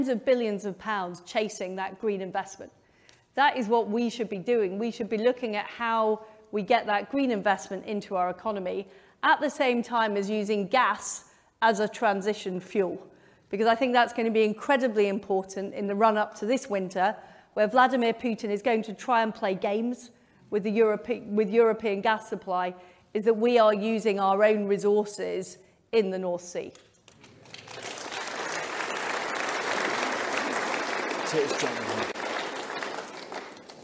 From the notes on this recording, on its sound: Conservative Leader Hustings. Q&A with the audience was interrupted by protestors, which we have for obvious reasons edited out. Otherwise, the interview is the same as it was live.